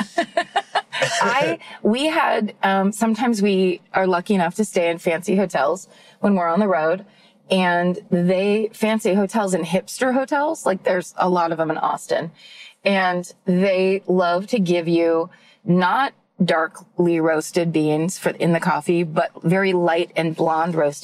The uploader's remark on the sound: In the Car